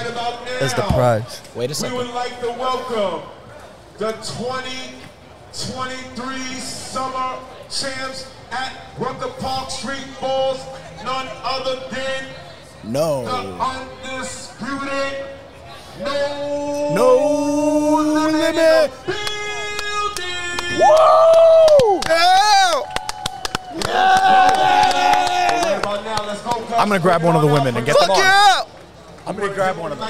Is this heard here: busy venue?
yes